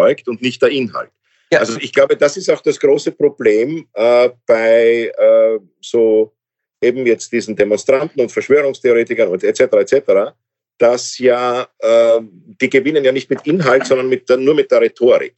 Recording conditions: video call